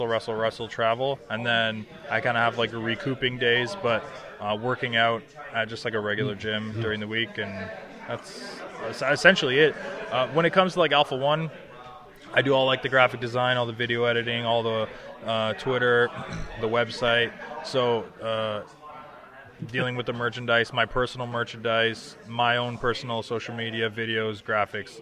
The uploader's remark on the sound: live at their Forever Causing A Ruckus event